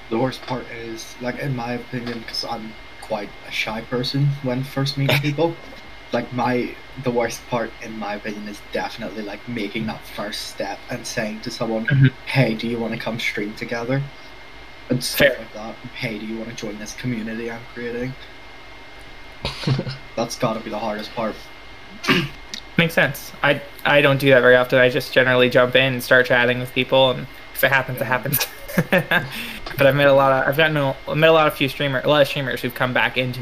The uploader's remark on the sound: we did have some technical difficulties